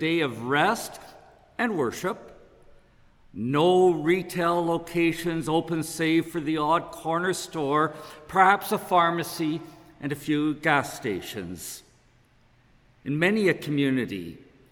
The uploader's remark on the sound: Preached at saint ben's on Sunday August 21, 2022. This podcast is created at saint benedict’s table , a congregation of the Anglican Church of Canada in Winnipeg.